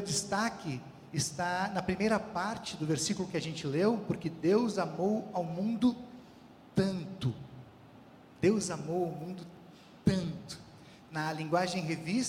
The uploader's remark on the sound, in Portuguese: Culto ao vivo do dia 12 de março de 2023, da Congregação Evangélica Luterana da Esperança, de Brasília (DF).